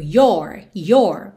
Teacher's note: no your possessivo, especialmente no inglês americano, esse O é mais aberto